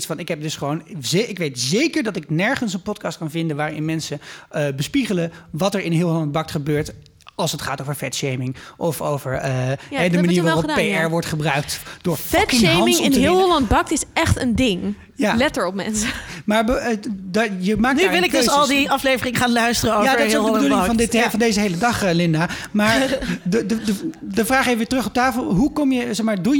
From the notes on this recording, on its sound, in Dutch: Opgenomen op het podcastfestival '18